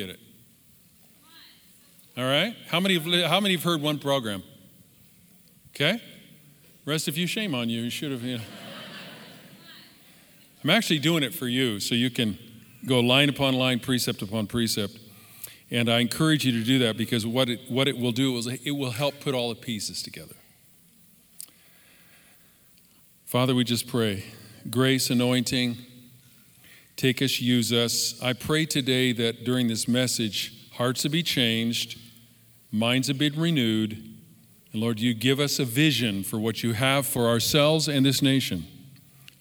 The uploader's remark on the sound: Live from our in Person 11am Service on September 20, 2020